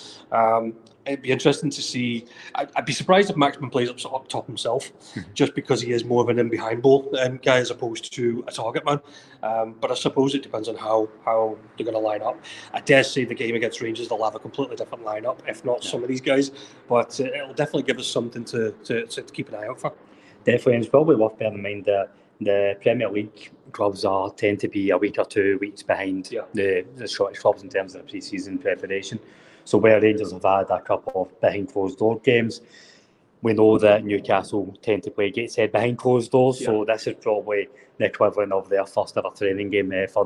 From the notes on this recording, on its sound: live from the Gateshead International Stadium!